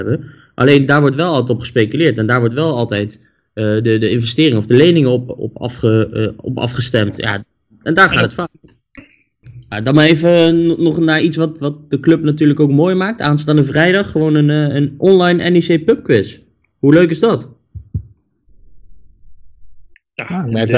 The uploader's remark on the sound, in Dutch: Voor de tweede keer via Skype, daardoor niet met het beste geluid.